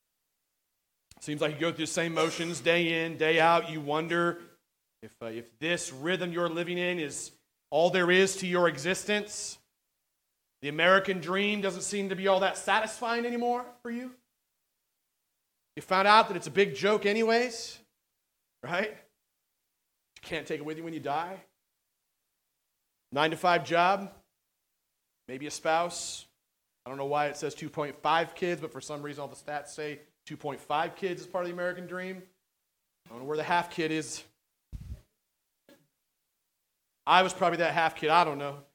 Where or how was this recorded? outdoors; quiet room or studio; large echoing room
large echoing room